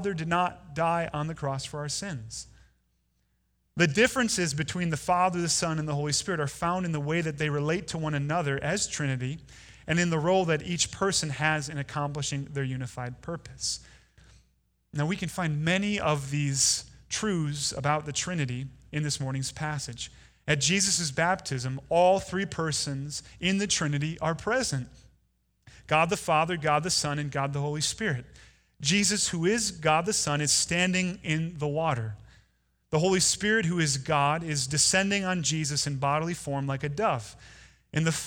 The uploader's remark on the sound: At Woodridge Community Church (New Berlin, WI).